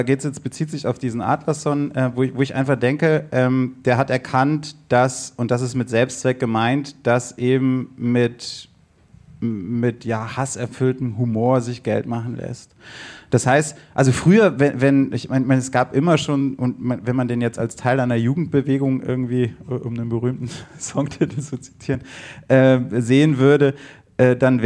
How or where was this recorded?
live audience